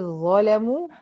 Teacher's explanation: انا بدخل من همزه مكسوره على ظا مشدده · Term: ادغام متجانسين صغير واجب